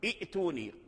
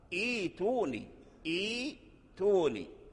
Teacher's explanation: الهمزة الساكنة أبدلت حرف ياء، فصارت هذه الياء حرف مد · Shown in: second take · حرف مد قبلها همزة أي همزة الوصل.